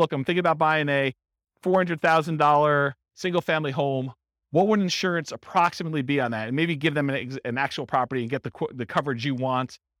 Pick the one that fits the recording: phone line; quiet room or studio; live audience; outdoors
live audience